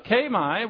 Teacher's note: That E-I is a diphthong that gives the sound A.